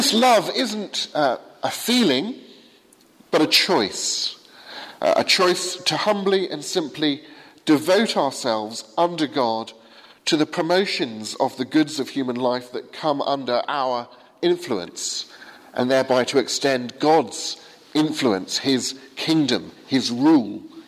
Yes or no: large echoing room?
yes